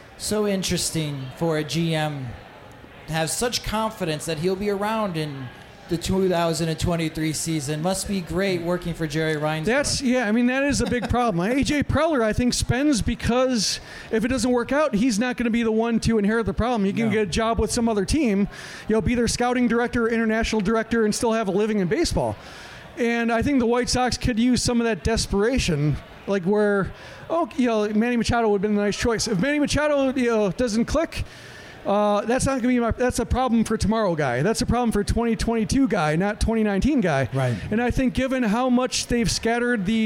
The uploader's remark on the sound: For the first time, we recorded in front of a live audience.